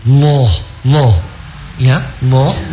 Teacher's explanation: ditebalkan dengan cara ibu menaikkan pangkal lidah, Allah. Allah, ya, Allah.